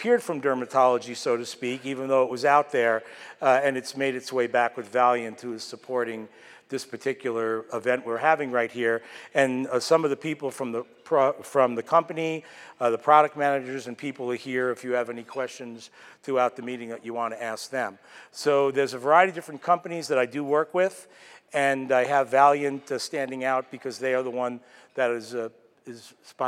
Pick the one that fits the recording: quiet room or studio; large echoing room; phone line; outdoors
large echoing room